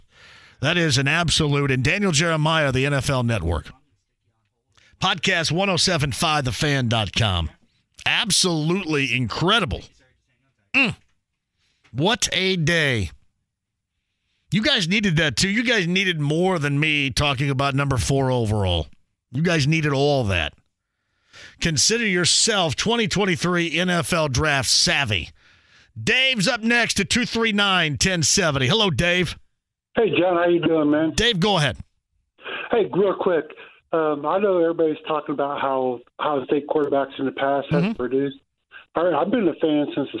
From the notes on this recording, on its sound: Opens up the phone lines to answer questions. Taking some more calls and comments!